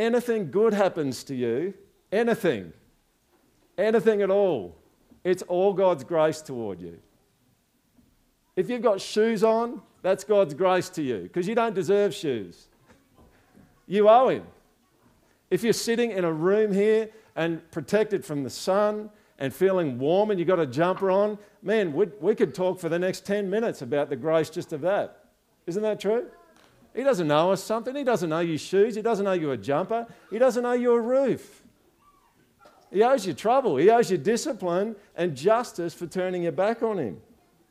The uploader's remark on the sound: This is the recording (minus the songs) of the Project's thanksgiving service.